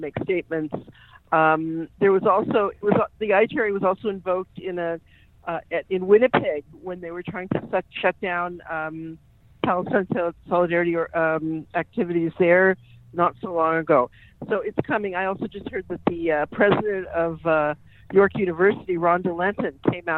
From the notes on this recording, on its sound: joined me on phone